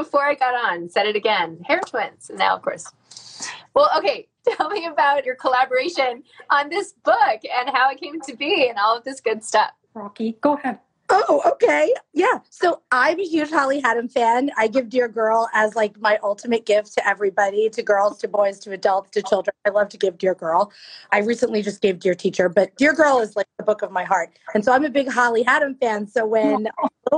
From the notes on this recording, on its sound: Over IG Live.